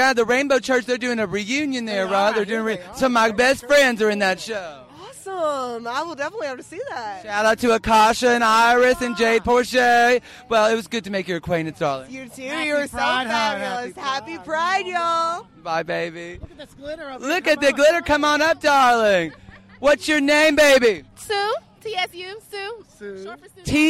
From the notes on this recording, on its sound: Live at Pride. Make their way through the crowd at Memphis Pride Fest, stopping occasionally to make the acquaintance of some seriously cool people.